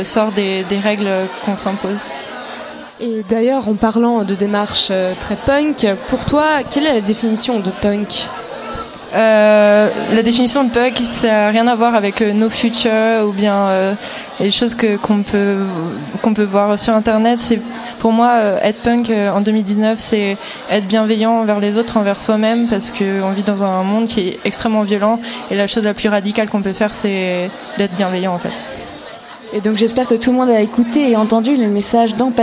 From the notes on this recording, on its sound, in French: Pour parler musique, live, illustration et bienveillance au festival Les Créatives.